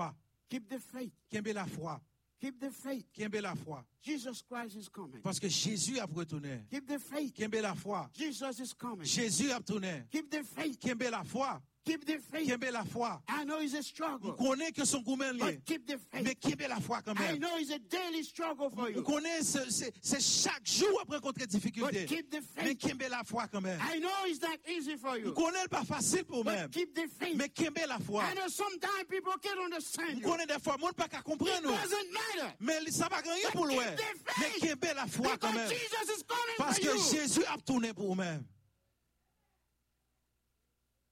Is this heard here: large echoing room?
yes